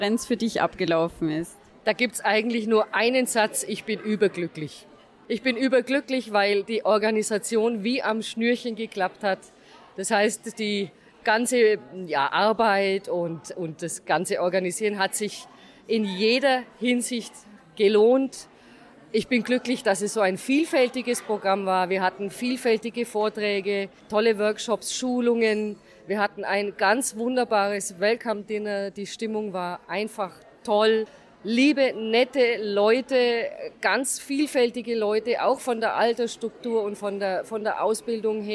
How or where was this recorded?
busy venue